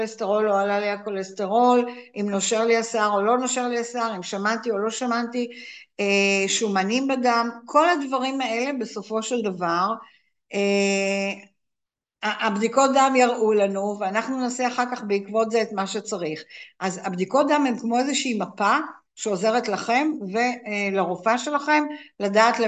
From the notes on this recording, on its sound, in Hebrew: הקלטה של הרצאת זום.